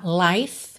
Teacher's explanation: Esse I também é o I longo aberto, com som de ditongo